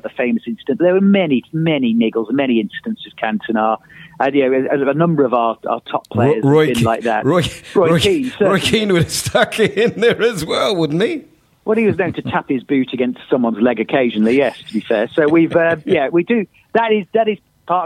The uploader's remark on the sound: on the phone